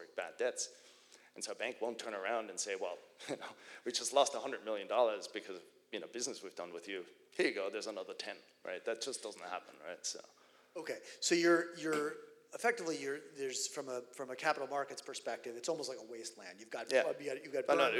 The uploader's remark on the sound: live, on the stage at Reconvene '23